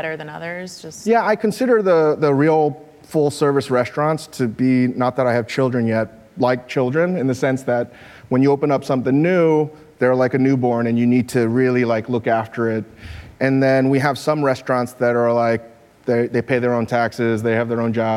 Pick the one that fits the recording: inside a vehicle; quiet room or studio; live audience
live audience